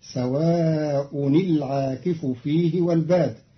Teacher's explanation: قرأ قالون كلمة سواء برفع الهمزة، فتصير سواء العاكف فيه والباد، على أنه خبر مقدم والعاكف والباد مبتدأ.